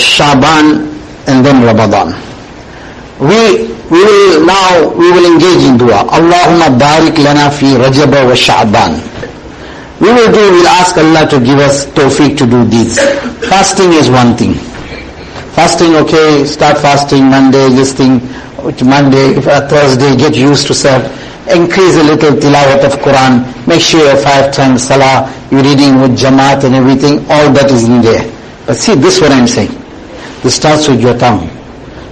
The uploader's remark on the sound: Jumuah lecture